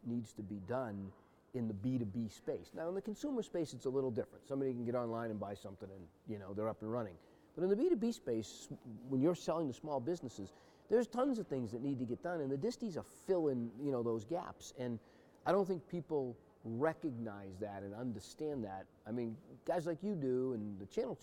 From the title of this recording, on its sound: Live From XChange